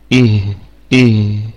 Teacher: الهاء ساكنة حرف رخو يعني فيه الرخاوة